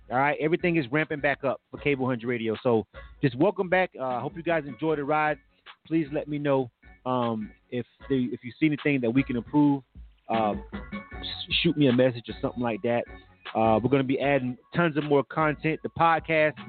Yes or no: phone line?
yes